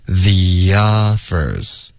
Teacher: the 跟 offers 之间我们会添加一个很轻的一个 y 的音